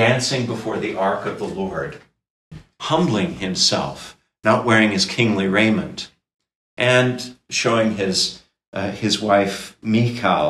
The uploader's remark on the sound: This lecture was given at Georgetown University on October 20, 2022.